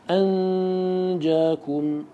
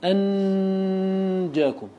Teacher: اللسان لا أقول أنجاكم، هذا إظهار بغنة، لا، اللسان لا ينطبق على مخرج النون، مخرج النون لا يحصل · Shown in: first take · هذا معنى الإخفاء، أنها تخفى ولا لا تظهر وغنتها تبقى.